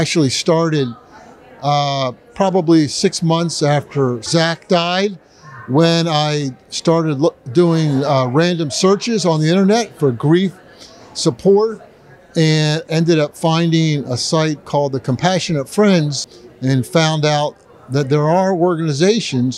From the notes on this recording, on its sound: At the 45th National Conference of The Compassionate Friends in Houston Texas, 2022.